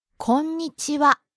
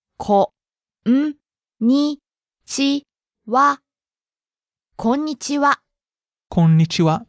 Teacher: You really have to hit the N sound in there, the N syllable before ni.